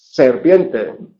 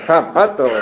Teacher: F, S, Z son sordos. Y además son continuos.